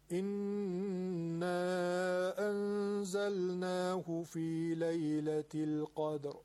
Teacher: انا حرف مد، انزلناه در کلمه بعدی همزش سبب مده. به طور متوسط بکشیم خوبه · Term: مد منفصل